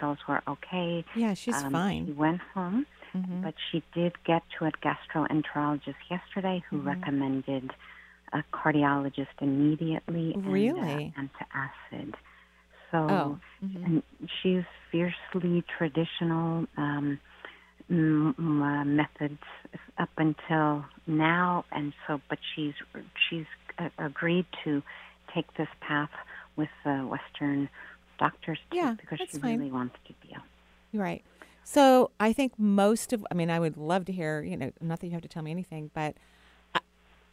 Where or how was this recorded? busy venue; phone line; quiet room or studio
phone line